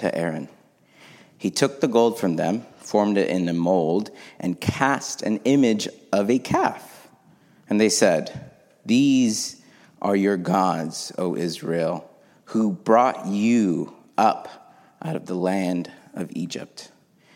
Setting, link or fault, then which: setting, large echoing room